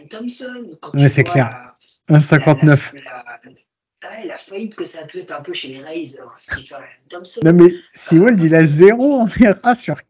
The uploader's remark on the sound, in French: Mes plus profondes excuses pour la pauvre qualité sonore de cet épisode.